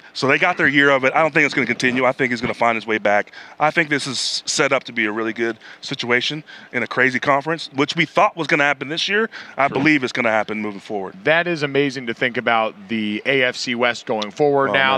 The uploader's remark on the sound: LIVE from Radio Row